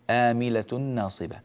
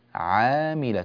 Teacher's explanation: حرف العين أنت تبدله همزة · Shown in: first take